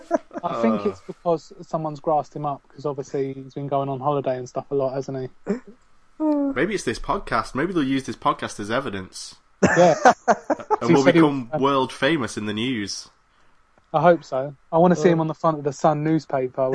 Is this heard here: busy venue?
no